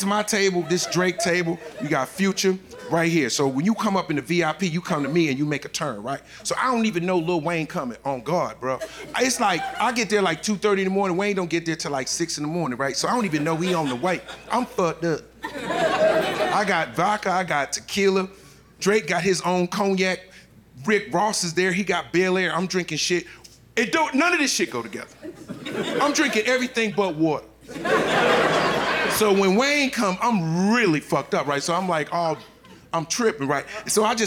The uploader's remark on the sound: performs live from Tribeca